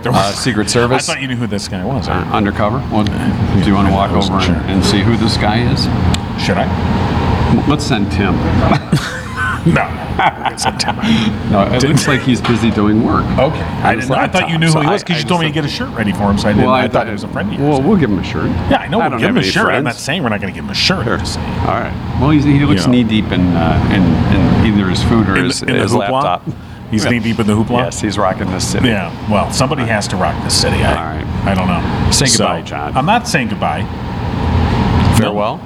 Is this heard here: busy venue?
yes